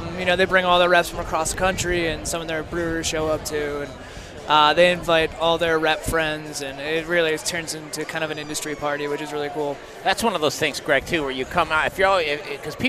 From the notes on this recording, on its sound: The Modern Drinker Show Live from Tap 14 downtown!